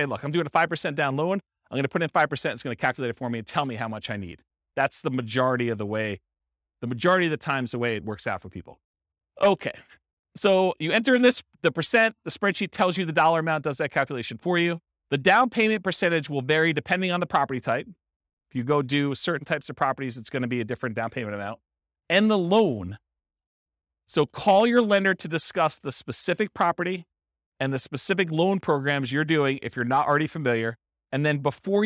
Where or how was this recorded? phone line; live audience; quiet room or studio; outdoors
live audience